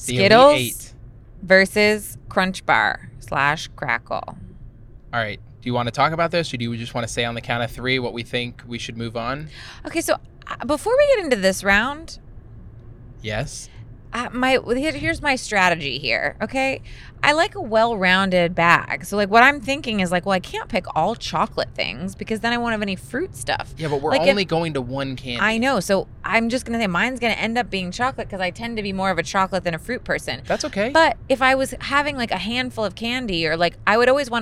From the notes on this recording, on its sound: We are podcasting on the road (literally recording in the car driving back from a wedding).